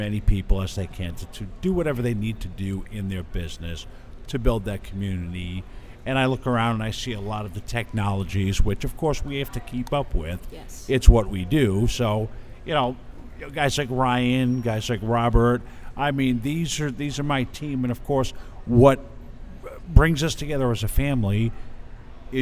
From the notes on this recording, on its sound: Live from #SageSummit. BROADCAST LIVE FROM THE SAGE SUMMIT 2015 IN NEW ORLEANS, LOUISIANA.